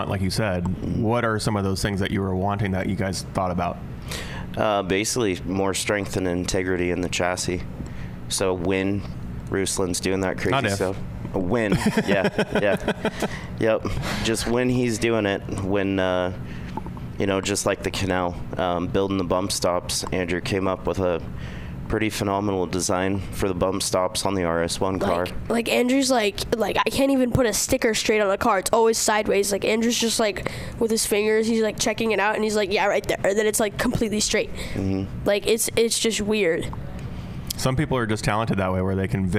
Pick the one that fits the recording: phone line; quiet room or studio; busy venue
busy venue